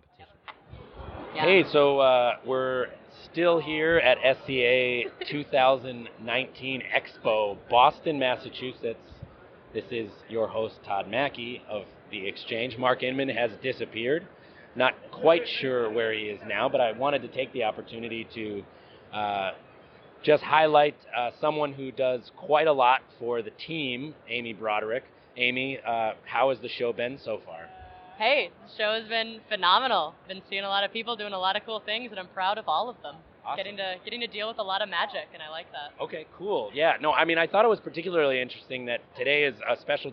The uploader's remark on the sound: The recent Coffee Expo in Boston. In fact, we have LIVE clips from the event.